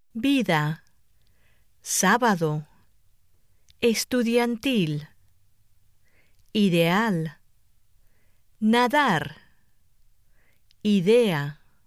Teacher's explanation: a series of Spanish words and phrases that contain the interdental D